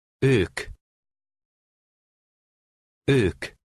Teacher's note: Number 7 has the Hungarian letter O with two slanted accent marks above it. It has the same sound as the O umlaut, except it is about twice as long.